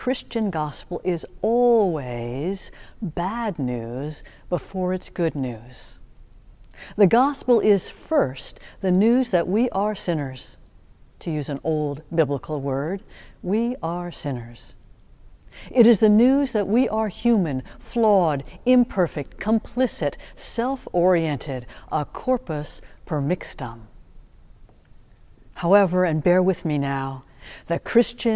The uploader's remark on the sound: Sermons from Old South Church in Boston